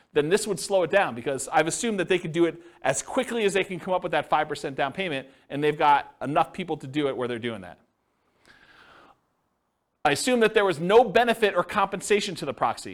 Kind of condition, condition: setting, live audience